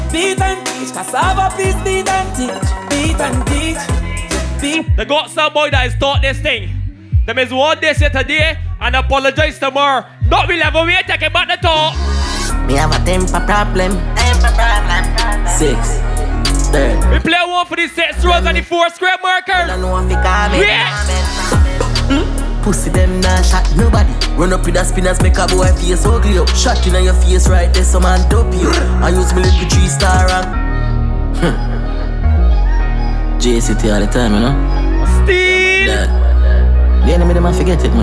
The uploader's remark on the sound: This is recording of me performing live at TEAR UP Cruise Oct 8th on the MV DREAM CHASER